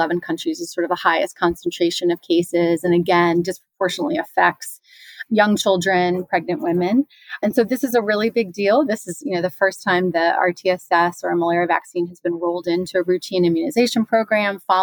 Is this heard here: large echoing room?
no